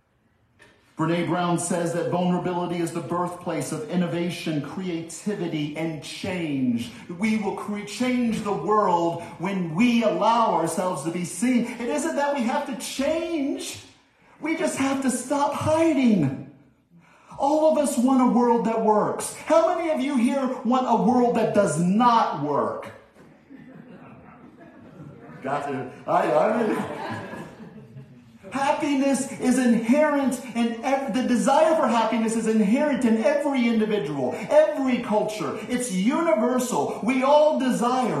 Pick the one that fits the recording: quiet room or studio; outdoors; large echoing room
large echoing room